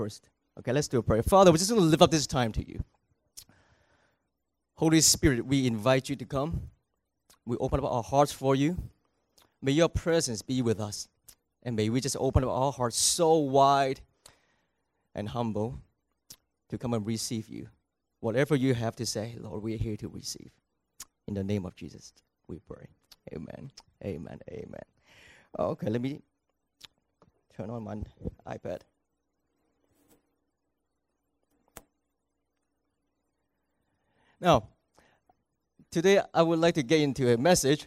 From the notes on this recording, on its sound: Recorded on August 19, 2018 at THRIVE Church Vancouver, Canada